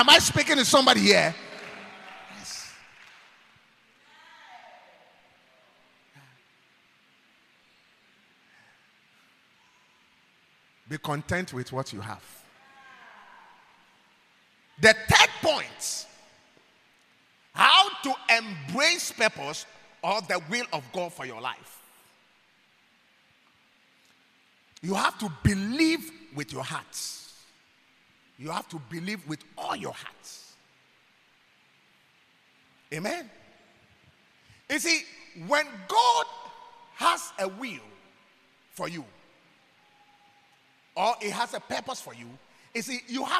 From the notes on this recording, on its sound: preached at God's Haven Ministries, The Purpose Assembly on Sun 5th March, 2023.